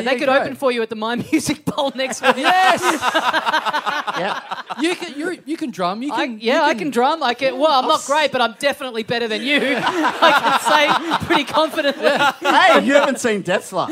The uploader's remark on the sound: our final Melbourne live show of the month